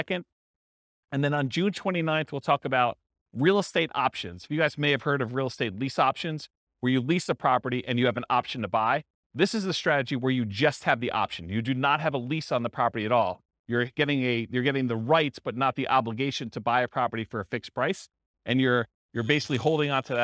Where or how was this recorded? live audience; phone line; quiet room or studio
live audience